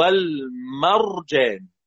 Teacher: الراء ساكنه، انظر الى الميم قبلها مفتوحه تفخم